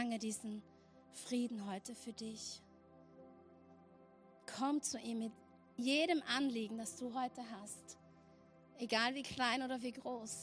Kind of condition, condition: setting, large echoing room